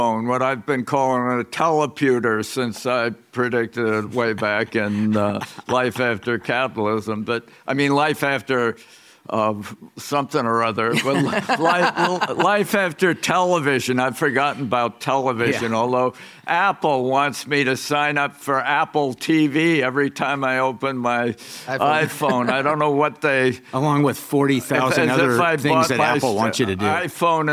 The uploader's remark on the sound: Live from the 2024 Smead Investor Oasis